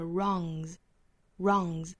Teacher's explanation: 后面加的这个 s 应该是浊音的